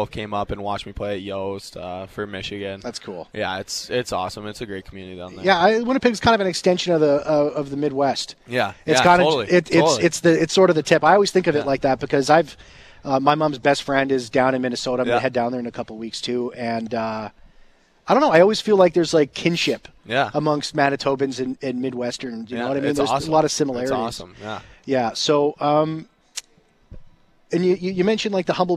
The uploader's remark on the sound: live at Jets Development Camp